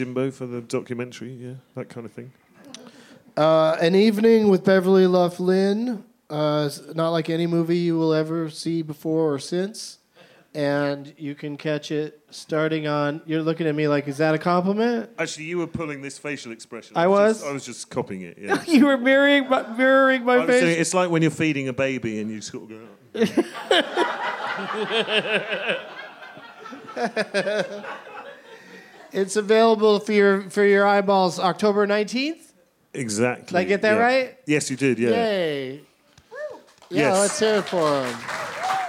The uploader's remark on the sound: Live from The Highball at Fantastic Fest in Austin